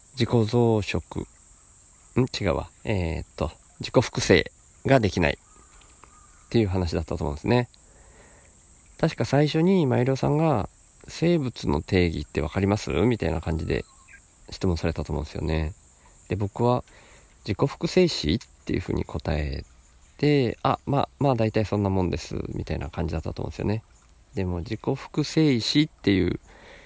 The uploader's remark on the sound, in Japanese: 何か、録音する予定っじゃなかったんだけど、川の脇で急に録りたくなって、そのまま腰かけて録音